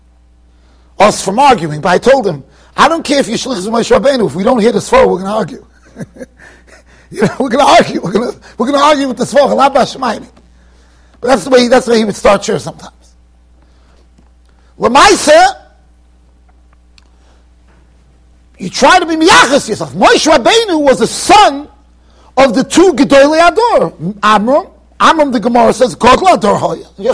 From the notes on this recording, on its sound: Shiur recorded in Yeshivas Ohr Reuven, Monsey NY.